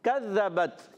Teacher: کذبت، کاف کی ادائیگی، کاف زبان کی جڑ تالو کے سخت حصے سے ادا ہوتا ہے، زال کی ادائیگی، زال زبان کا سرا اوپر کے دانتوں کے اندرون کنارے سے یا بیرونی کنارے سے دونوں سے ادا کرتے ہیں · کاف زبان کی جڑ تالو کے سخت حصے سے ادا ہوتا ہے، زال کی ادائیگی، زال زبان کا سرا اوپر کے دانتوں کے اندرون کنارے سے یا بیرونی کنارے سے دونوں سے ادا کرتے ہیں، سا زال وا دونوں سے ادا کر سکتے ہیں۔